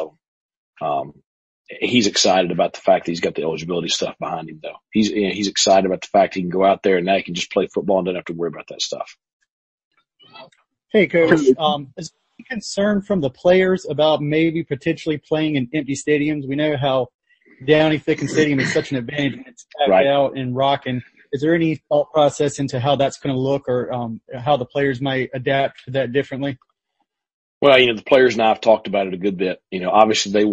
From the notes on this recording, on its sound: The Pirates ran nearly 100 plays on Saturday morning inside of Dowdy-Ficklen Stadium. Addressed the media afterwards over Zoom.